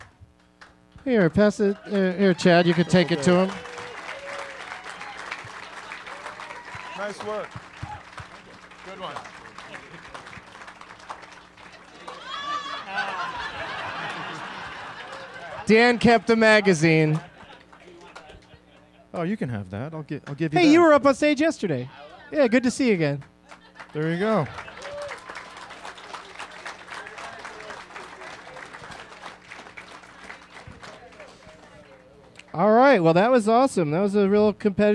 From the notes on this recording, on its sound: Live from Zanies Comedy Club in Rosemont